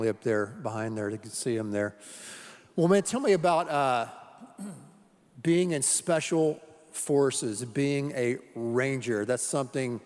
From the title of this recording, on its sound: Live Worship Service